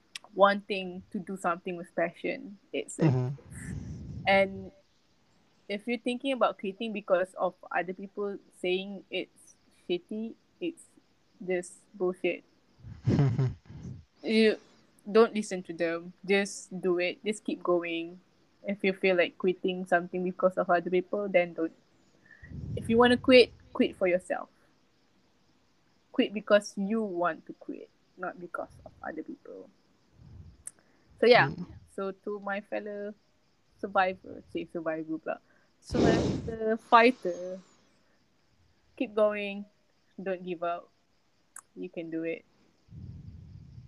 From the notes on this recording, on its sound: sorry for my audio… i will use a microphone next time